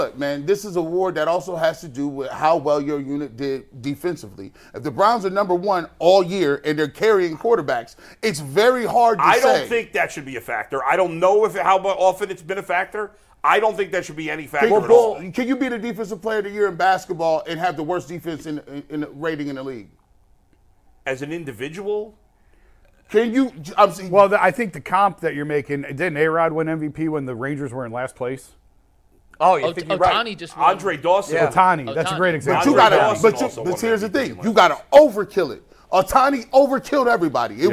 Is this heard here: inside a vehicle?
no